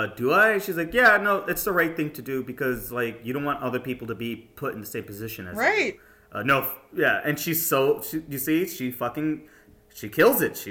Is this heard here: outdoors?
no